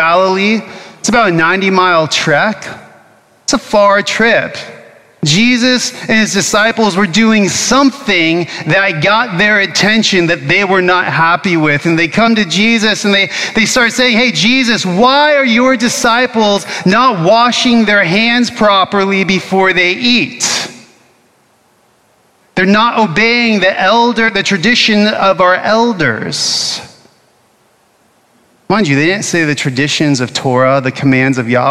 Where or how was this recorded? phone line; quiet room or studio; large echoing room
large echoing room